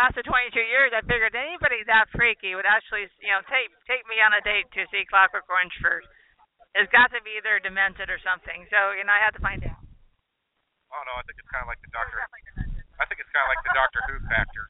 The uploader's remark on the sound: We are LIVE from the FearCon, inside the Fear Farm venue.